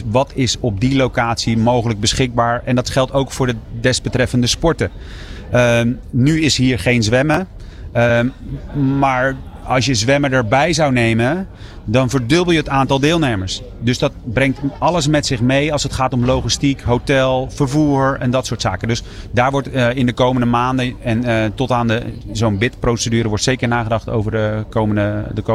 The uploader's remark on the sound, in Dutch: Op maandag en vrijdag live vanaf de European Para Championships in Rotterdam Ahoy.